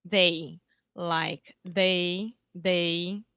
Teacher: with moving vowels, you're actually making two sounds that come together, they combine together just to make one sound really fast